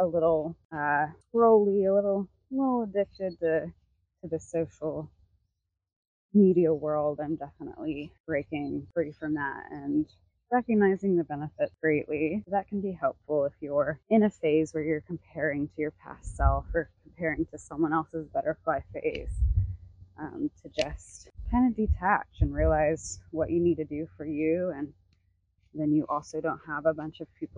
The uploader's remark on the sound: Voice Memo. I popped a mic on and took a walk and just chatted what came to mind.